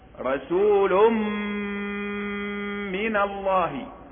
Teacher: تنوين بعده ميم حكمه الإدغام بغنة